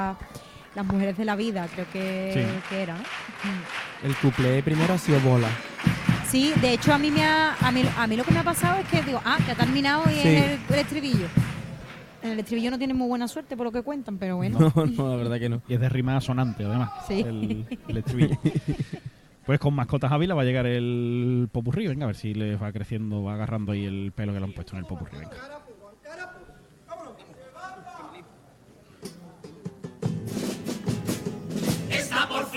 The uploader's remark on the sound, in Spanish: En las preliminares del COAC 2024. En directo desde el Gran Teatro Falla de Cádiz. En Onda Cero Cádiz.